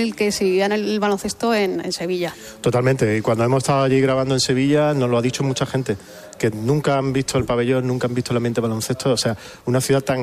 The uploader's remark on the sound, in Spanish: Nos trasladamos en directo hasta el Teatro Cervantes de Málaga para inaugura el Festival de Cine de Málaga.